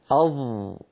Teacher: ينحصر الصوت بالحرف المطبق بين اللسان والحنك الأعلى · Term: الإطباق